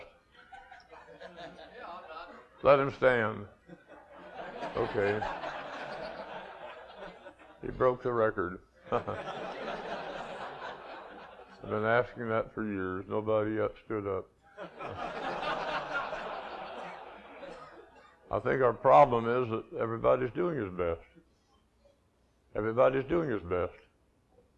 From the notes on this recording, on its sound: this 20-minute excerpt from a lecture